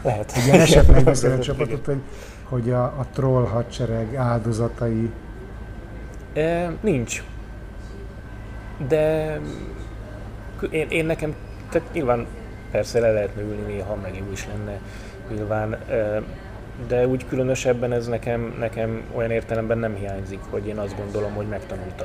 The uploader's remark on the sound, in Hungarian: Kihasználtam a kávéházi találkozót és én is készítettem vele egy felvételt.